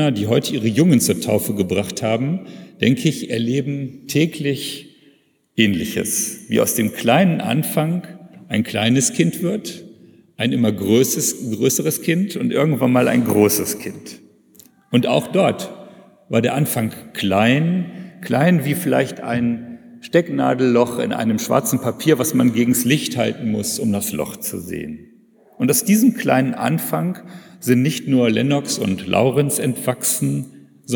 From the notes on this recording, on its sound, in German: predigt in einem Gottesdienst mit Kantorei, Taufen und Abendmahl